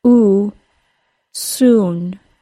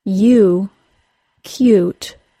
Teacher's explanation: The only difference between the OO sound and the long U sound is that the long U sound begins with a quick Y sound.